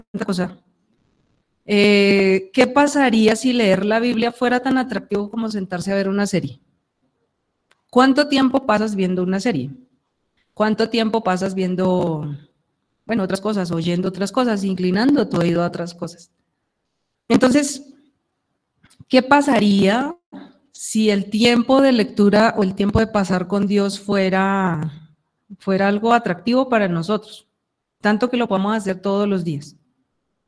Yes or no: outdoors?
no